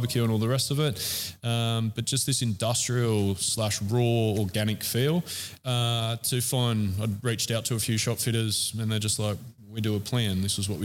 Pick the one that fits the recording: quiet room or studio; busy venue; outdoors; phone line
busy venue